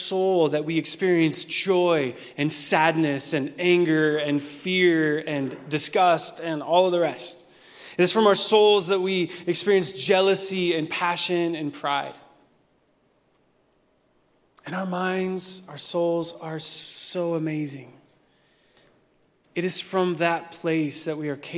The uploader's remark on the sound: Recorded at Hope Church in Springfield, MO.